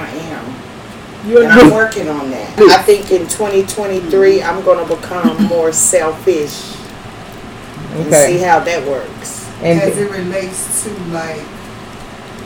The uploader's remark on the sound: The audio sucks....